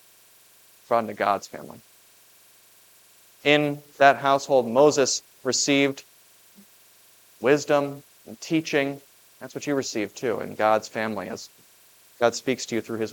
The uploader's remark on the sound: Was preached at Grace of God Lutheran on June 11, 2023. This Sunday sermon, based on Exodus 3:1-15, was preached at Grace of God Lutheran.